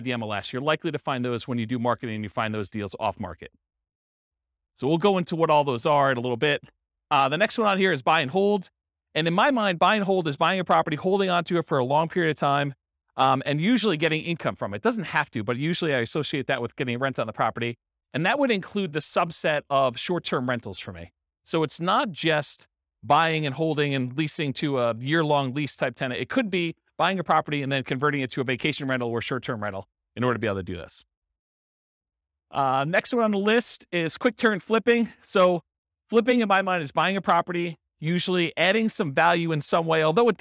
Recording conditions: live audience